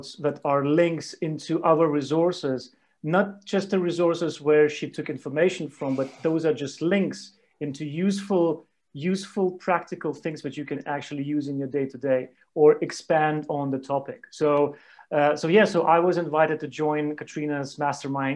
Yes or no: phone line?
no